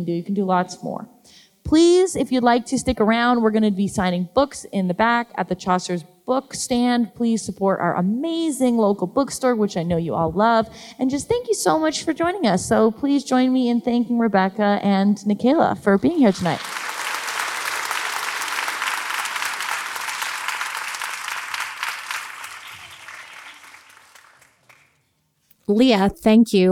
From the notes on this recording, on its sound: Live Episode: A Climate Book Talk. Onstage for this live episode.